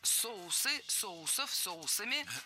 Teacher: Ударение в слове «соус» всегда должно сохраняться на первом слоге.